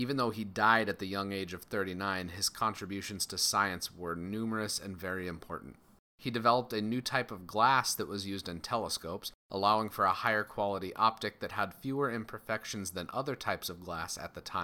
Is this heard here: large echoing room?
no